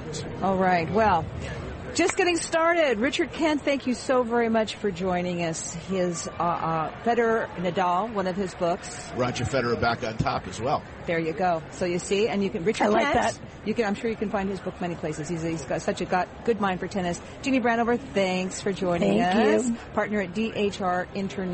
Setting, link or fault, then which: setting, busy venue